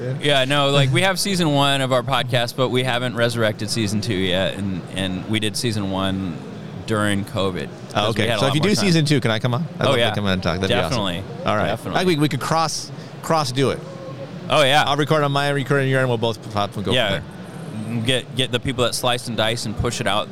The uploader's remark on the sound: Recorded from the floor of the National Cyber Summit